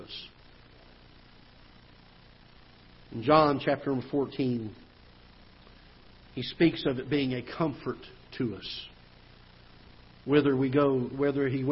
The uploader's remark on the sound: Ketha Heights Baptist Church ~ Live Broadcast